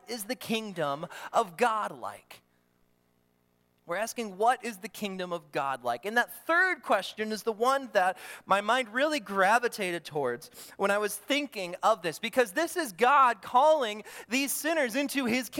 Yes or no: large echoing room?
yes